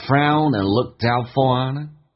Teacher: and 在听力当中啊，经常会弱化成 n 这个发音